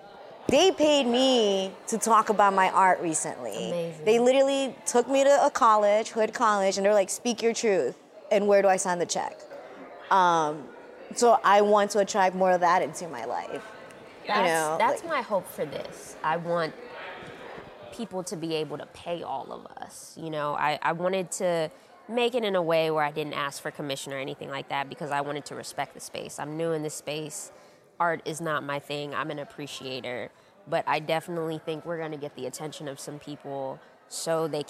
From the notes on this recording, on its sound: LIVE PODCAST episode at a silent disco art exhibit